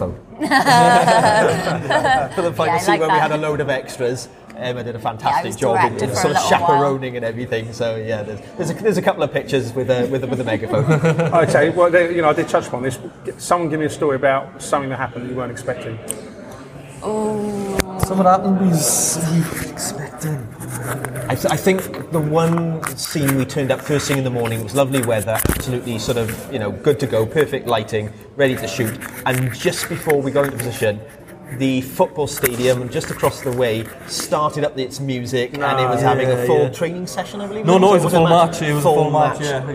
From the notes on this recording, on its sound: A quick chat from the London International Filmmaker Festival 2017